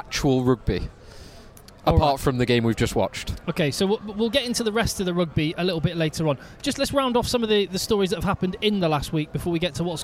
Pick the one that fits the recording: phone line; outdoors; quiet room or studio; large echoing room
outdoors